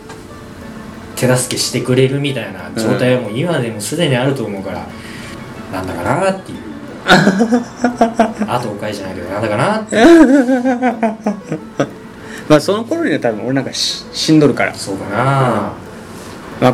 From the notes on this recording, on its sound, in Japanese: 今回もマイクの設定をミスってしまい、雑音多めです。貸し切ったスタジオの真ん前で道路工事してやがりました。ガガガガと音が入っちゃいました。